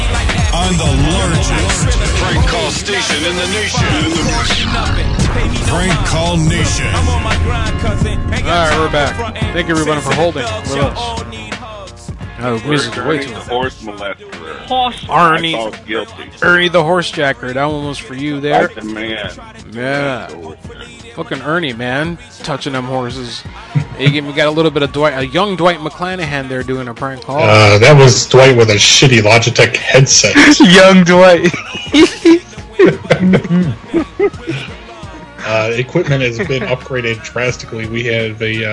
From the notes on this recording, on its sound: live prank call shows